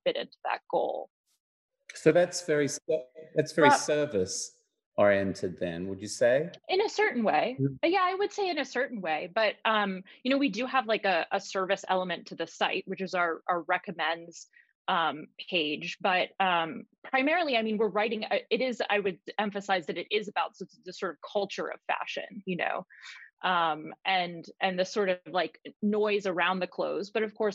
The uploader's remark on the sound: LONDON, United Kingdom. Virtual panel discussion.